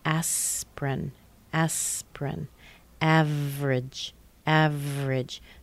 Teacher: Just to give you a little insider look, though, when we combine a consonant plus an R or a consonant plus an L, basically, they're spoken pretty much at the same time. By the time I'm in the middle of my P sound in aspirin, my tongue is already turning back, going up to pronounce that R. So before I ever open my lips, I already say the R sound. · The R is already in position before I complete the consonant sound before it.